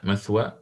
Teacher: ولو وقف عليها مثوى فيقف عليها بالإمالة الكبرى